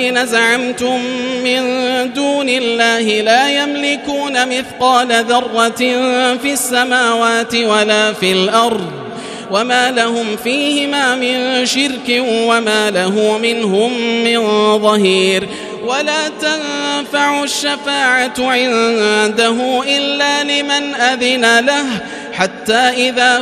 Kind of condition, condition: setting, large echoing room